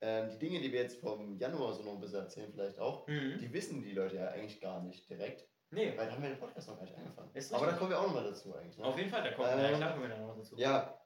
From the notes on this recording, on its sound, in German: Leider konnten wir durch einen Speicherfehler nicht die Mikrofonaudios verwenden.